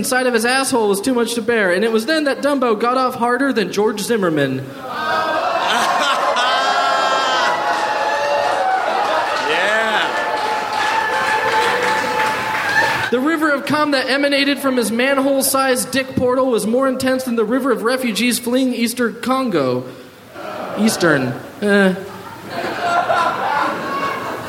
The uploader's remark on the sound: Recorded at the Nerdmelt Theater